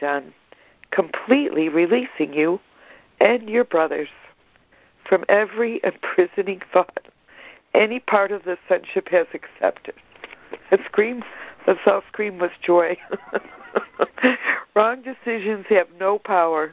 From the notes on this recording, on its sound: ACIM Daily Conference Call.